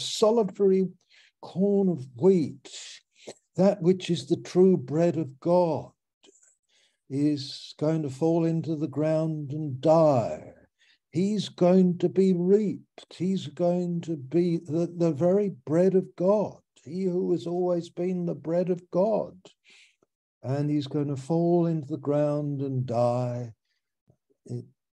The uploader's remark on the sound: Malaysia Meets (Zoom)